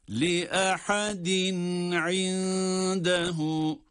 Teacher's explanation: tenvinden sonra, iki esreden sonra ayn harfi geldiği için izhar olarak okuyoruz. Harflerin arasını ayırıyoruz ama sekte değil tabii ki.